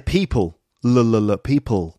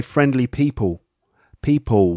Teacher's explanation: So it's more like a W instead of a L sound. · Shown in: second take · Term: estuary English